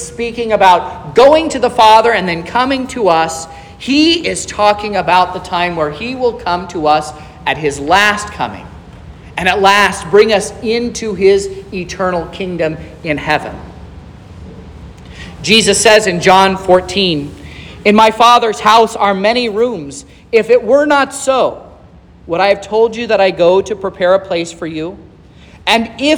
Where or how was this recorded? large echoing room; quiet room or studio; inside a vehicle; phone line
large echoing room